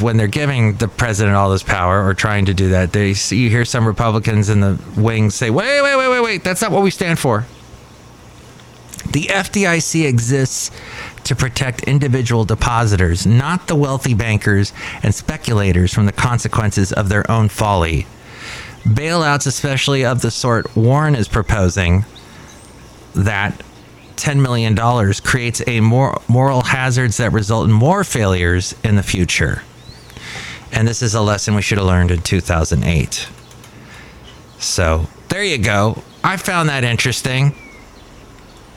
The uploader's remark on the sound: podcasts live from Café Anyway